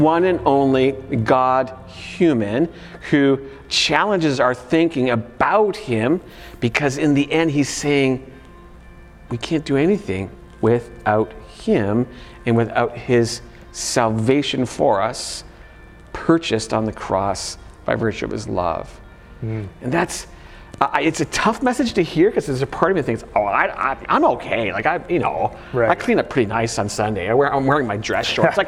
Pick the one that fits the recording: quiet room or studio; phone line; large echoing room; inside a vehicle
large echoing room